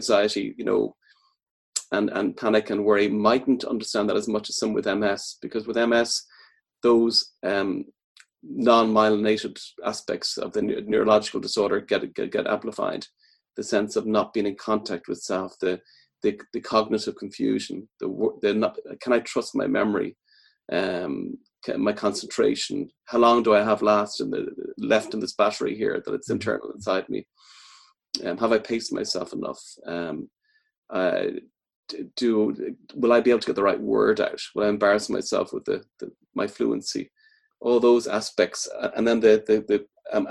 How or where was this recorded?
video call